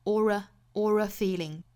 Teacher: 后面 or 和 a 连读 or a feeling,这里面也是加了一个连接音的